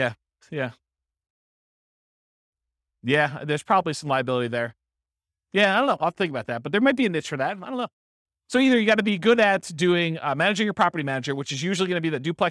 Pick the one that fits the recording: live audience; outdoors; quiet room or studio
live audience